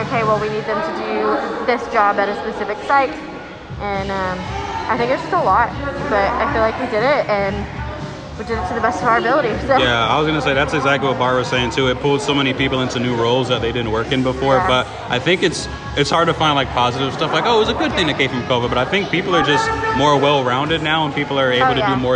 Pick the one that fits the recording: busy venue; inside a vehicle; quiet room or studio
busy venue